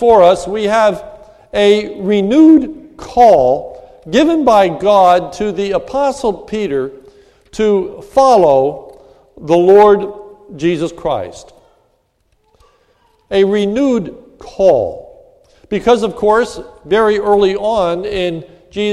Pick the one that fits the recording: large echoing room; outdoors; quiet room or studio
large echoing room